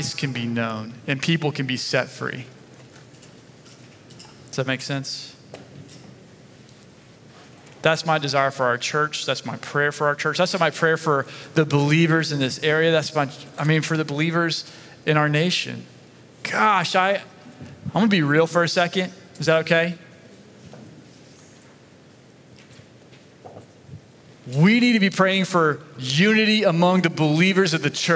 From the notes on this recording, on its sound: Sunday Message recorded 25 September 2023